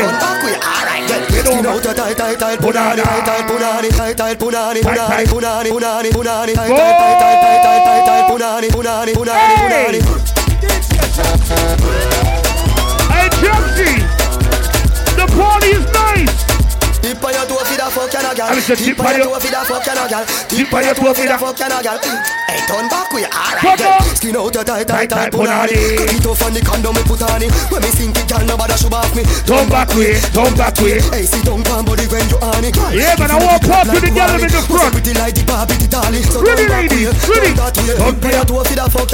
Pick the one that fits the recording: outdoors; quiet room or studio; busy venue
busy venue